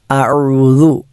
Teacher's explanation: ഉ എന്നത് തൊണ്ടയുടെ മധ്യഭാഗത്തിൽ നിന്നും പുറപ്പെടേണ്ട അക്ഷരമാണ്. ഉ പല ആളുകളും തെറ്റിക്കാറുള്ള അക്ഷരമാണ്.